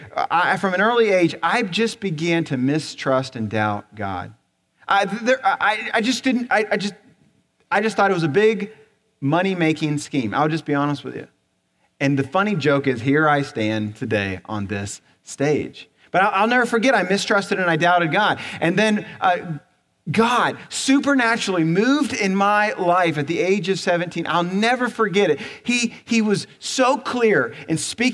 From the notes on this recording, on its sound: Recorded on December 3, 2017 at Graceland Baptist Church in New Albany, Indiana.